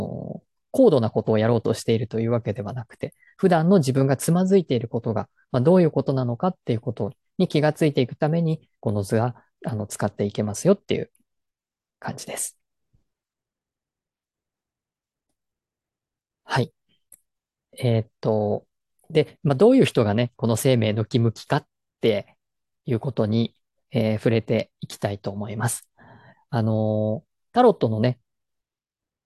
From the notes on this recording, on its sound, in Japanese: 説明会の内容を音声のみアップしました。本来はZOOMで行ったものなので画像があります。